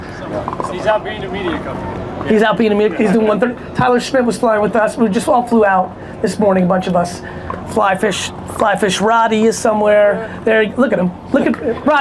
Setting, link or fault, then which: setting, busy venue